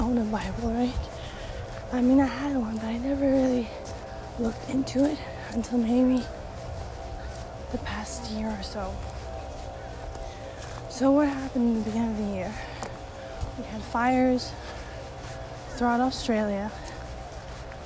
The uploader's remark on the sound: Again background noise!